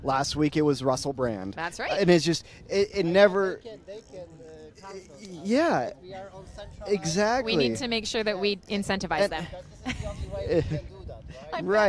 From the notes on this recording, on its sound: Chillout Room - Conference Day 1 | HiveFest 2023 Event. HiveFest8, the Ola Surfista edition!